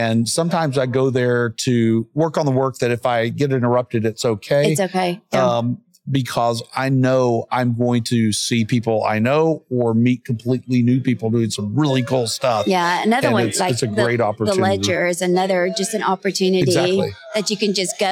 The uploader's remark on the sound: live-recorded conversations at the 2023 Northwest Arkansas Technology Summit